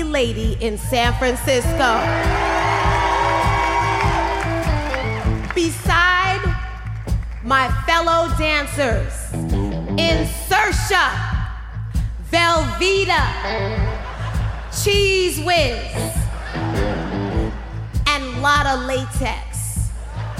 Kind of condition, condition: setting, live audience